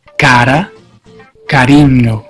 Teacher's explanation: La R. Cuando se pronuncia entre vocales es suave, como en portugués.